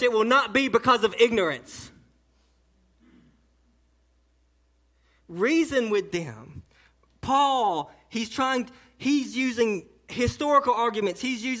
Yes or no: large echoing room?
yes